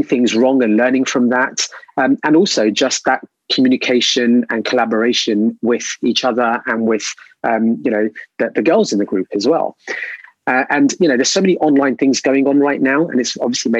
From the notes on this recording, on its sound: This episode was first recorded as a webinar in Jan 2021 and converted to a podcast.